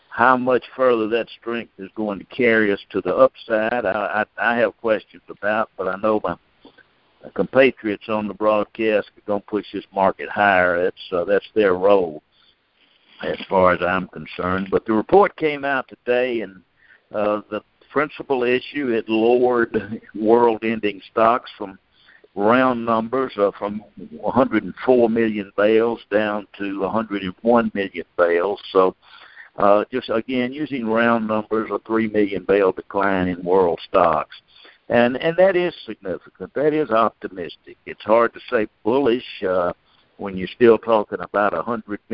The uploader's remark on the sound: Monthly Conference Call